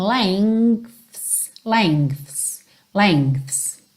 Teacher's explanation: se você reparar na fala dessa palavra propriamente dita, você tem um G bem levinho